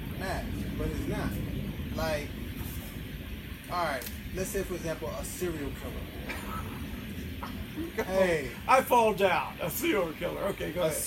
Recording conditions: poor sound quality